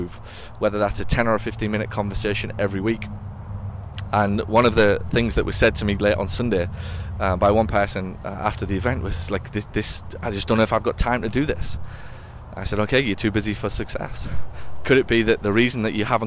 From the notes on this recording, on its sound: Walks around Nashville while recapping the Nashville mastermind event last week.